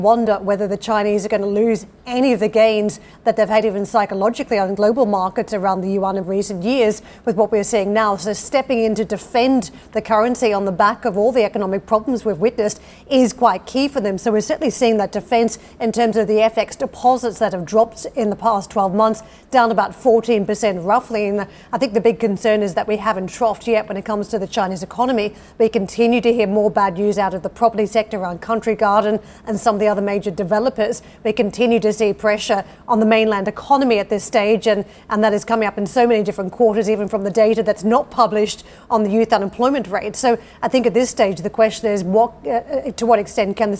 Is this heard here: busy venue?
yes